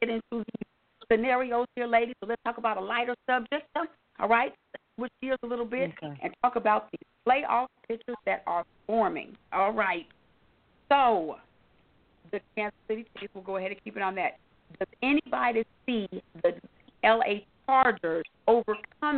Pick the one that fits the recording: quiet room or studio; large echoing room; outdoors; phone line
phone line